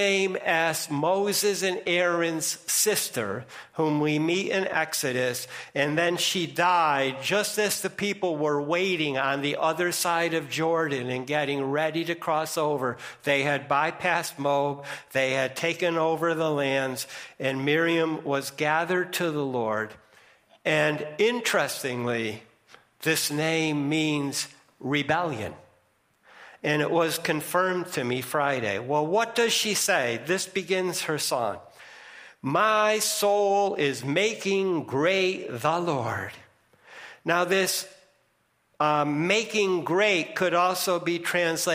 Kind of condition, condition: setting, large echoing room